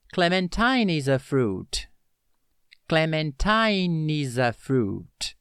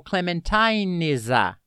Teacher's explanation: Eu juntei o finalzinho do clementine com o is e com o a. Ficou clementine is a. · Term: linking sound